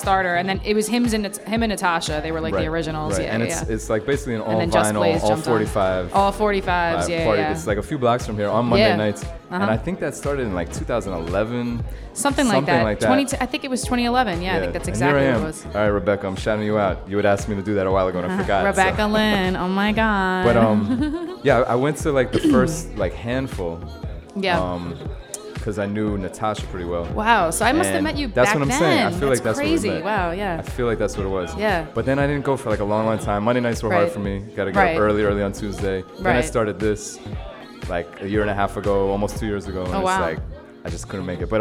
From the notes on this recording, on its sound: Originally broadcast live on December 5, 2016 from the storefront of The Late Late Bar on Houston Street in New York City. Special guest DJ set.